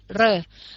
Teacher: Uốn lưỡi thì như vậy, khi uốn lưỡi quý vị đọc âm r, mình có hơi đưa uốn lưỡi và hơi rung một tí · Term: âm uốn lưỡi